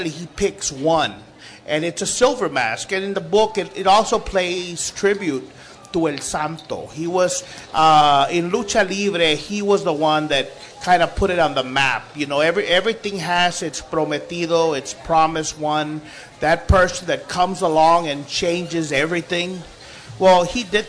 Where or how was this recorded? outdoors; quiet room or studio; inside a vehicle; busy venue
busy venue